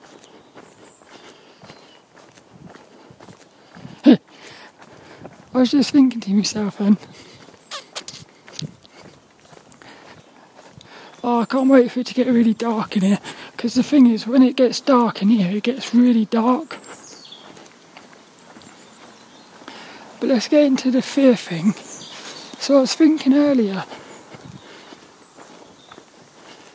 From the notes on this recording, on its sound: This 'About The Tings' episode was a Walk and Talk Through the Woods at Night around Plymbridge Woods in Plymouth.